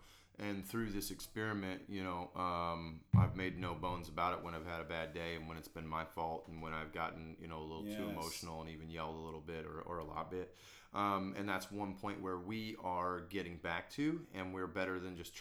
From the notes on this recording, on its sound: This was my 2 person podcast with 1 mic, so if the audio is up and down I appologise